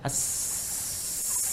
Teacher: Ya, hamas itu lawannya jahar. Ya, jadi nafas tetap mengalir ketika menyebutkan hurufnya itu hamas